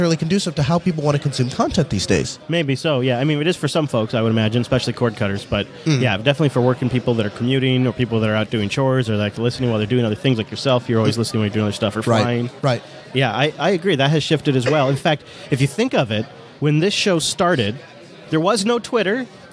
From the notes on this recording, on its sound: Audience questions & more, all live from the floor of LinuxFest Northwest 2017.